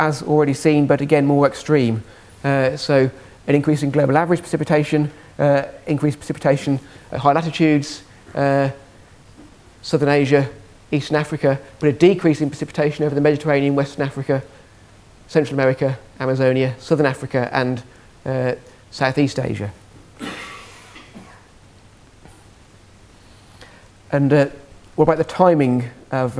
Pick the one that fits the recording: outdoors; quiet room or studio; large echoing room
large echoing room